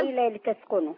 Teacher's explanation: ما أعملش فاصل بين الكلمتين ولا زود الفتحة قوي. يعني ما قلتش الليلة لتسكنوا.